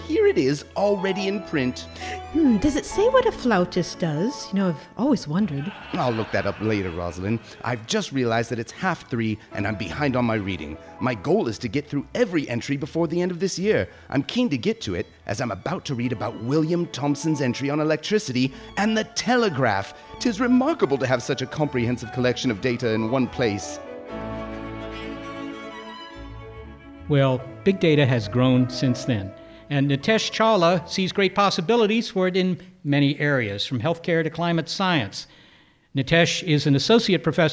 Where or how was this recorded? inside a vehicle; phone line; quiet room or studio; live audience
live audience